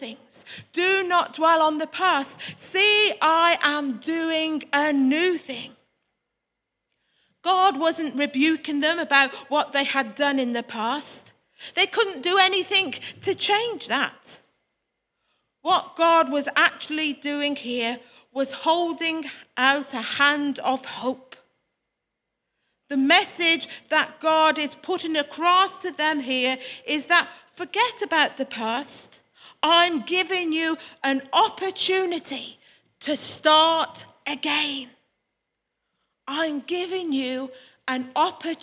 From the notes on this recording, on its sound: Worship from Morley Salvation Army, originally broadcast live in February 2021